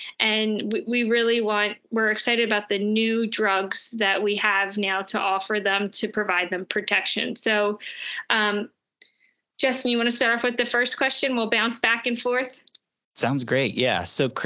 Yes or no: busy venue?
no